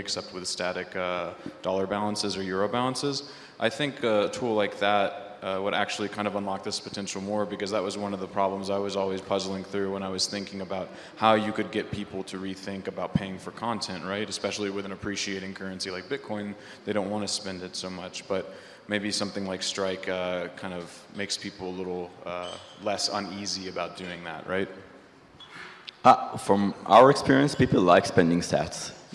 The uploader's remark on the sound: This is a recording of the panel discussion. At the Adopting Bitcoin conference in San Salvador in November 2021.